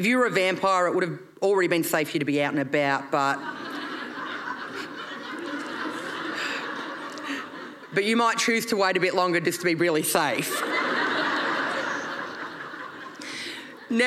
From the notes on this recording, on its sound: performed at Brisbane Comedy Festival in 2022